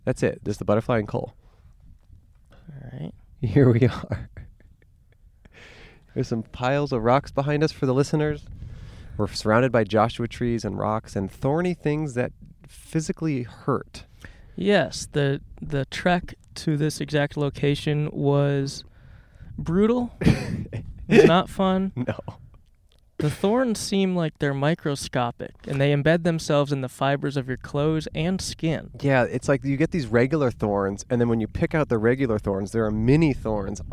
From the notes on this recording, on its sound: We went to the middle of the desert and played some stories sent in by listeners. Recorded in Joshua Tree National Park, California.